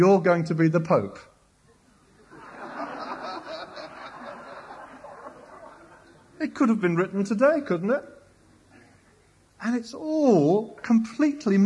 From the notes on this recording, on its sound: was recorded at Downs 1983